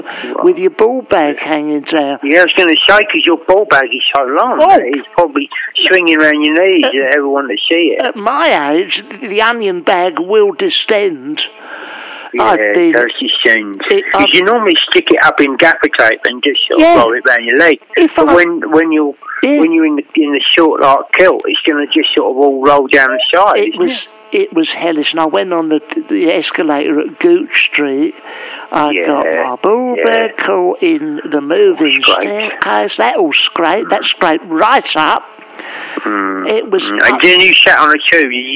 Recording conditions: phone line